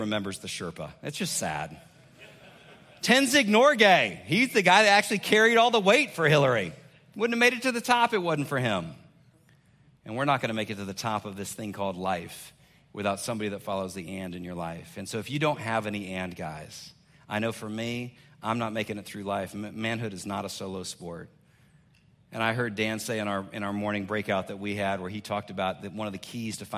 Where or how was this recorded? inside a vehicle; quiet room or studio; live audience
live audience